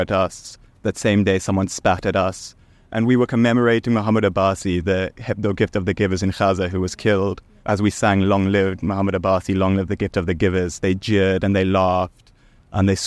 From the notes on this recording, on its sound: We also spoke to some Palestinian supporters outside parliament on the streets of Cape Town.